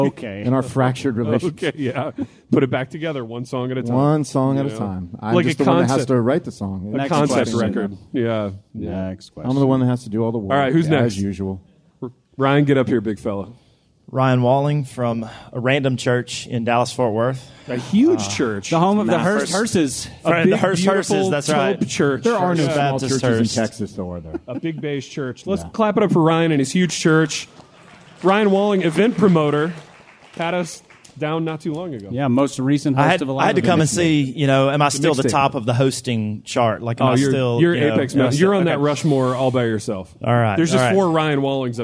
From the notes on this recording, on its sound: LIVE from New Albany, Indiana